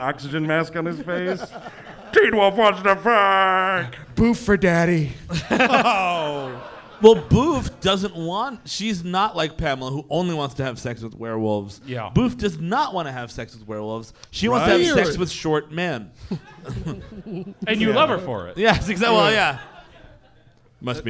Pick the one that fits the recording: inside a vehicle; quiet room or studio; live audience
live audience